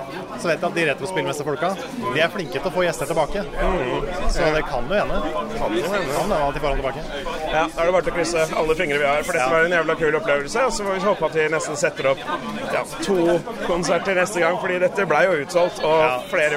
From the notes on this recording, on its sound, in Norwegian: joiner live fra Retromessa i Sandefjord der han koser seg med den aldrende spill-eliten